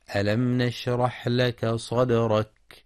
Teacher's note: ينتبه القارئ لإظهار الميم الساكنة إظهارا شفويا في ألم نشرح، ولبيان همس ورخاوة الحاء في نشرح، كما يراعى ترقيق الدال في صدرك والحذر من تفخيم الدال.